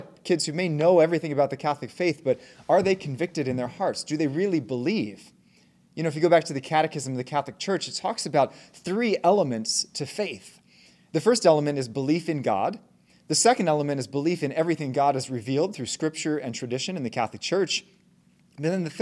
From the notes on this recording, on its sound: Talk given at the Catholic Homeschool Conference on June 9, 2023.